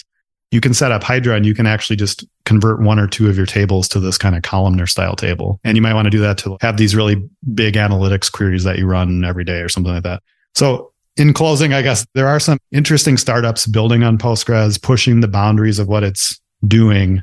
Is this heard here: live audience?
no